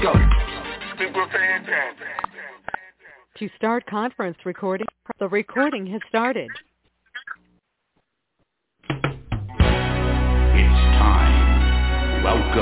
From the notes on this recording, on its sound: TNTSuperfantastic Conference Call